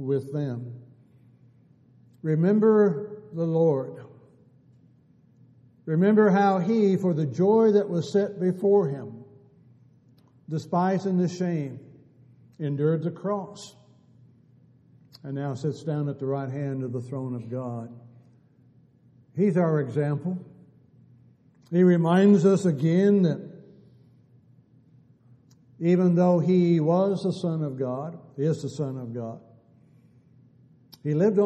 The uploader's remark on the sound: Downtown Church Of Christ Audio Sermon